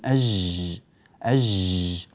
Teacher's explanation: طيب، ناس يقولون أنا كأني أسمع ناس يجربون فيقولون أج، الصوت ممتد في الجيم. لا لا لا لا، هذه ليست الجيم الفصيحة الصحيحة.